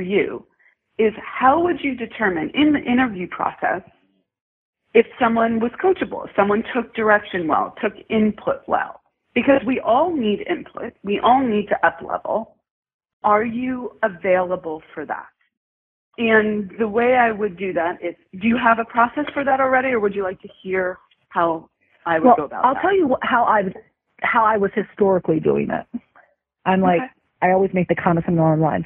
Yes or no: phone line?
yes